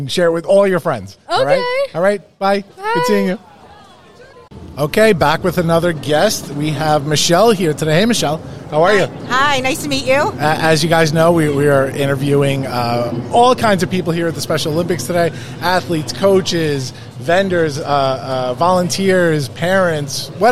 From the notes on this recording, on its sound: It's a live event recording. As The Launchcast crashes the Special Olympics Northeast Long Island Regional Spring Games in our hometown of Farmingdale, New York! We set up our show in Media Row.